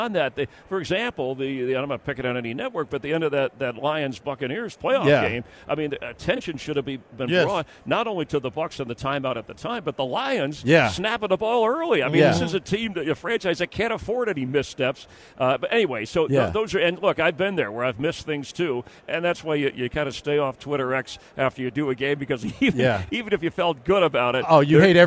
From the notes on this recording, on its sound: LIVE at Radio Row in Las Vegas